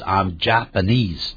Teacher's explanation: 重音在最后一个音节